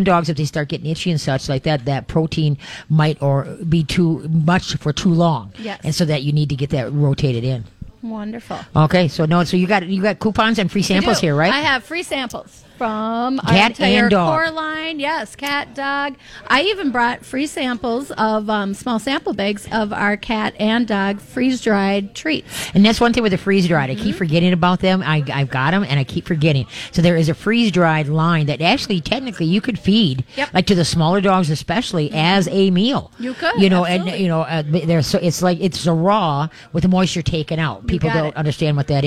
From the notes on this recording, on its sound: We are LIVE from Pet Evolution in Arden Hills!